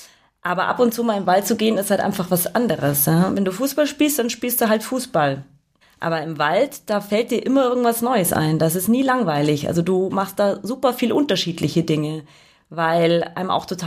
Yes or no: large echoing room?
no